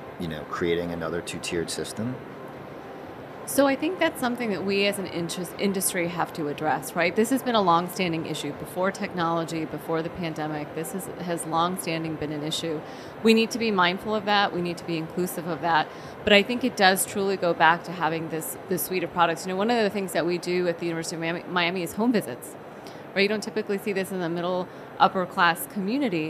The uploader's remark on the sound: live from the floor of the HLTH conference